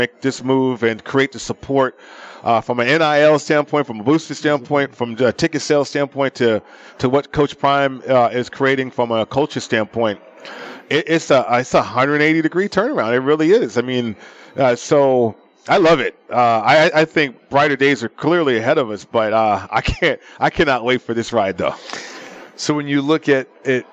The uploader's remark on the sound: Live from the Superbook at the Westgate Las Vegas